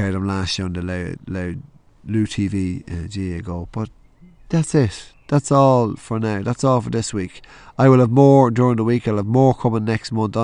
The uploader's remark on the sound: outside recording